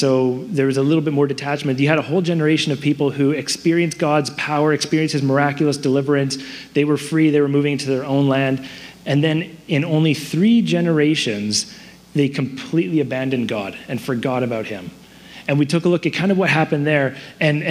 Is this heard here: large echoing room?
yes